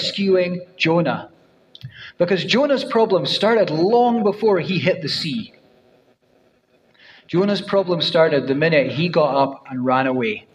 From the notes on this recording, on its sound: First preached at New City Church, Dunfermline on 17 September 2023